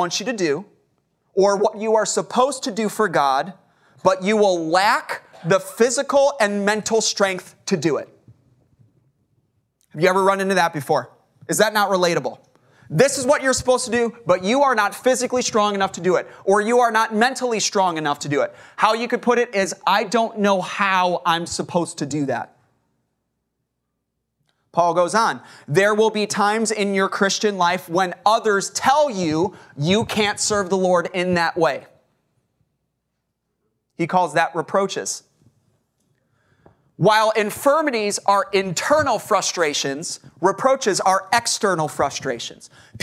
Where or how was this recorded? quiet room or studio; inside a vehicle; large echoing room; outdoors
large echoing room